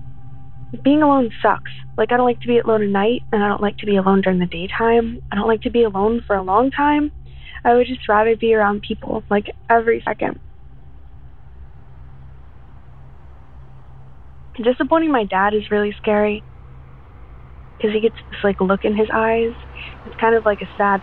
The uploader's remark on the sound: called in to us from Maryland